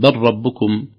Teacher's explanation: اللام الساكنة تضغم في الراء